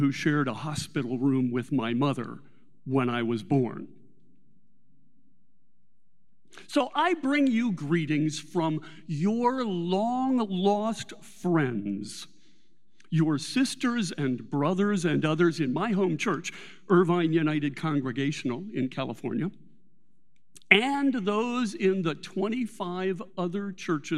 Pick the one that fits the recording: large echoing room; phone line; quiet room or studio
large echoing room